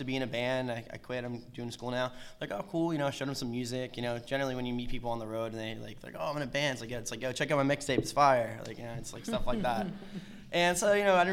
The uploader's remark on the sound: In this special live episode. This panel discussion was part of a music industry event that took place at William Paterson University in November, 2016.